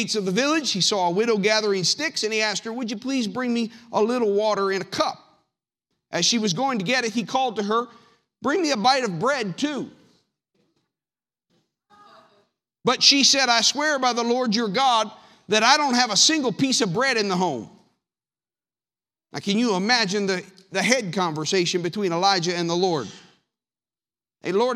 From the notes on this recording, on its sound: Sermon audio from the March 10th, 2019 worship service.